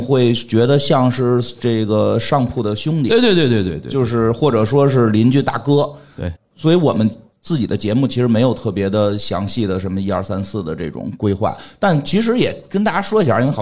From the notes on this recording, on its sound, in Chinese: 本期节目录制于2023年2月25日CPA中文播客奖线下活动·北京站